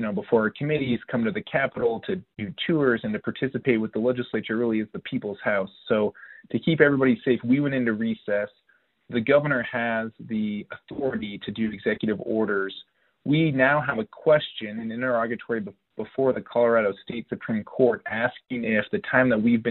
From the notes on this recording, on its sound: This track is the audio of the COVID-19 telephone town hall Rep. Listeners submitted their questions to be answered live.